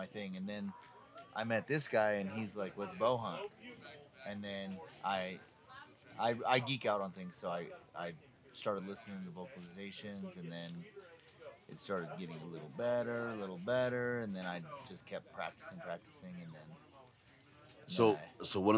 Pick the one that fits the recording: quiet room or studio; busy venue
busy venue